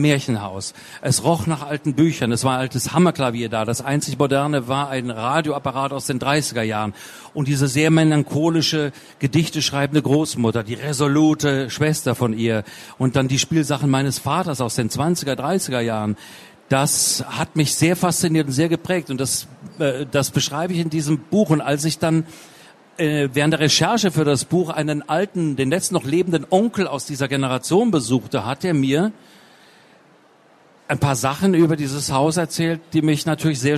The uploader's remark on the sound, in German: Es wurde im Rahmen der Veranstaltungsreihe „Spiegel Live“ im Oktober 2019 auf der Frankfurter Buchmesse aufgezeichnet.